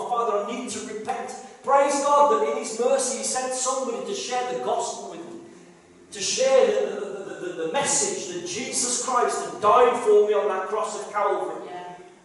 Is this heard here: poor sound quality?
yes